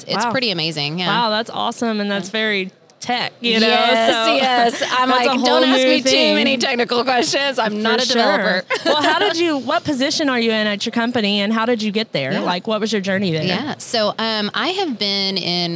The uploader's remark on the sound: NATDA Live Episode. Episode recorded at NATDA!